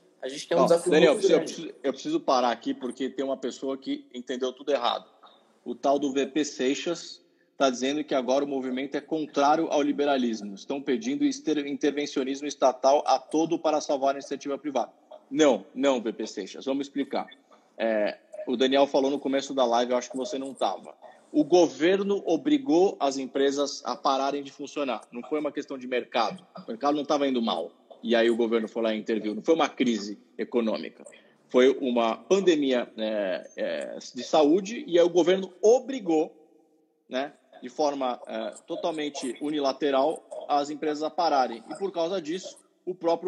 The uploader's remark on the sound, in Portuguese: Live no Instagram